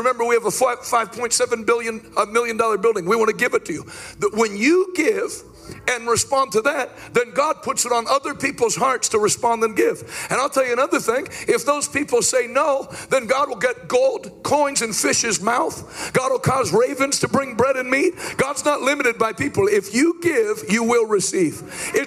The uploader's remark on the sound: LIVE in Hobbs, New Mexico